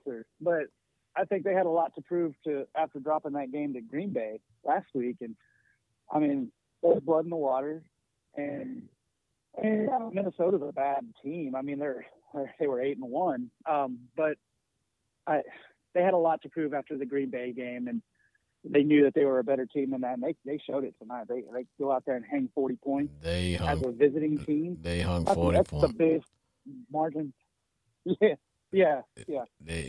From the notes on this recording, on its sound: Is a one hour live streaming Sports Entertainment Podcast where callers get up to 2 minutes to blow off steam. Callers in a non confrontational setting can call in live.